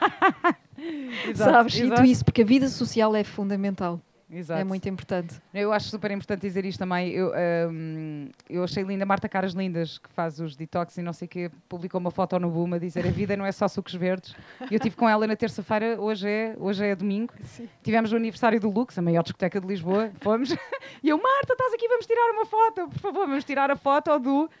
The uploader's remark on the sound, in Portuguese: Neste episódio gravado ao vivo no Wanderlust Madeira.